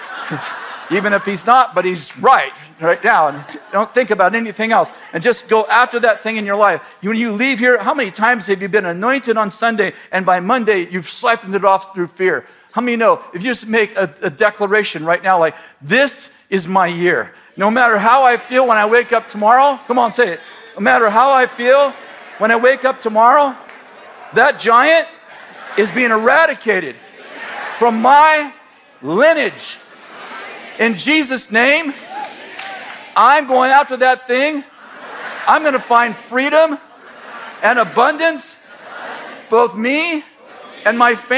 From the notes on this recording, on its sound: Throwback sermon from January 7th, 2018, at Bethel Church in Redding, CA.